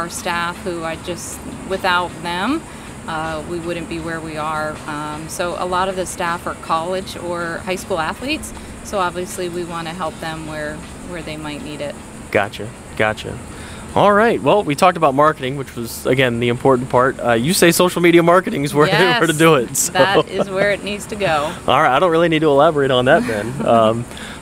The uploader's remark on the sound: Vero Beach Social Media Pop-Up Podcast. We're live, on location at Chive in Vero Beach, Fl.